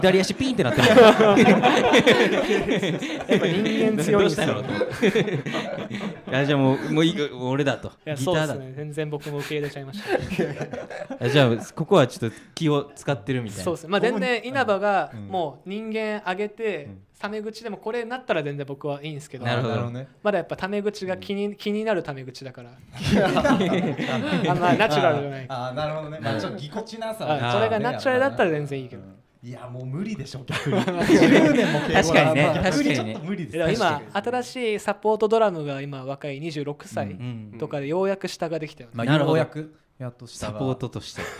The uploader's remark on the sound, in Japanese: 6/3に渋谷6会場で開催されたサーキットイベント「SHIBUYA SOUND RIVERSE 2023」の会場より、ライブを終えたばかりの。